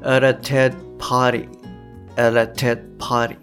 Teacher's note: この d がですね、えー、やっぱりかなり弱くなっていて ted ted ではなくて ted ted はいこんな感じになってますでここがじゃあ結果的にどうなるかっていうと at a ted party at a ted